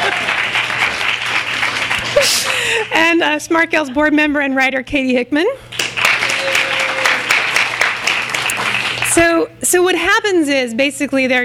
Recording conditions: live audience